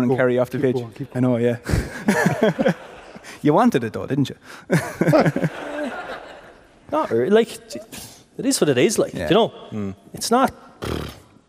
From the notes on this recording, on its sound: Live in The Bord Gáis Energy Theatre ahead of this weekend's All-Ireland Hurling final!